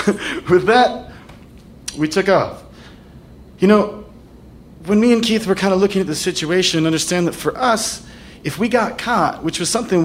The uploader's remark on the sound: Live From Seattle 2!